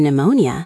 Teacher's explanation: PN was a real sound in Greek. English speakers can't really say PN together, so we don't say the P.